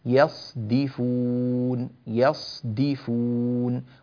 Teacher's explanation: في كلمة يصدفون بيان الصاد من الدال، يصدفون يصدفون، ولا نقول يصدفون مثلا، هكذا لا يصح في رواية ورش رحمه الله تعالى.